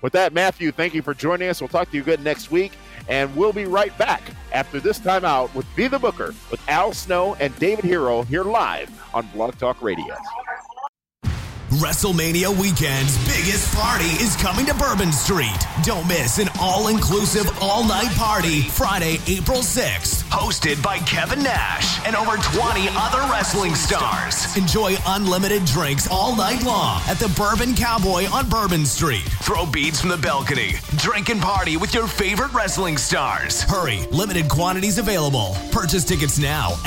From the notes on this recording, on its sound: we take your LIVE phone calls!